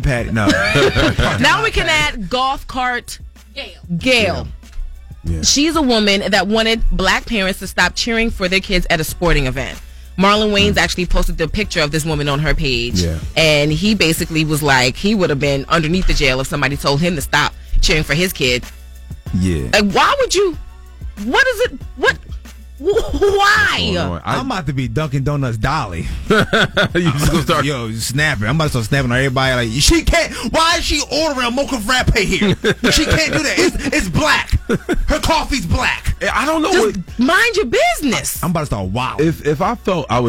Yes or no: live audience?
no